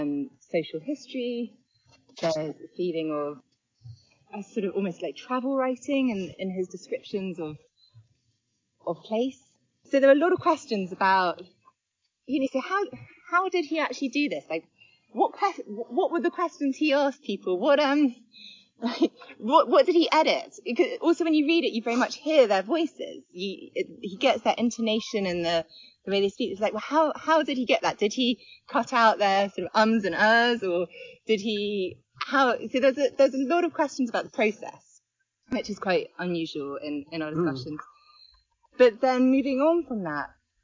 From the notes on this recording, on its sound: Recorded while walking round Clissold Park, in north London.